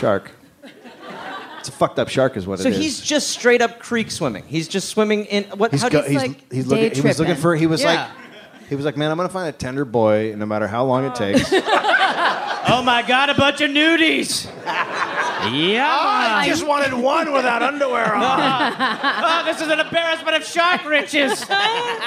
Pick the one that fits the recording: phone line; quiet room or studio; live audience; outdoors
live audience